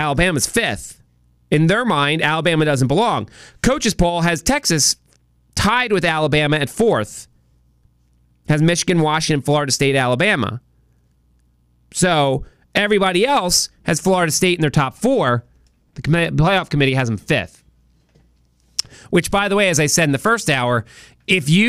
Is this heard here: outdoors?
no